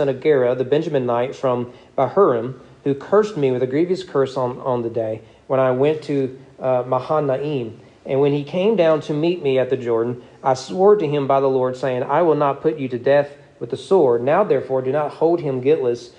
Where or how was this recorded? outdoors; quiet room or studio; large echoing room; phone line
large echoing room